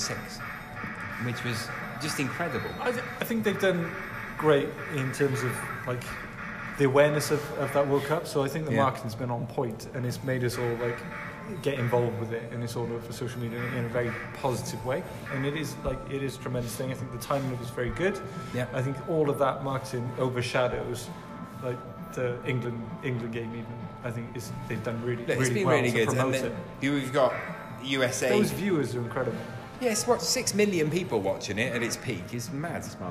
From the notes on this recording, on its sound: This week we recorded at the amazing Kongs Cardiff. Arcade game themed bar.